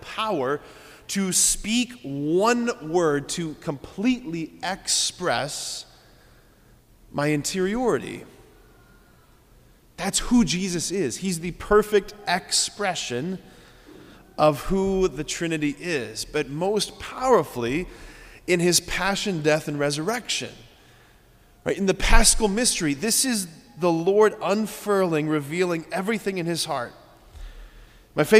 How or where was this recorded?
large echoing room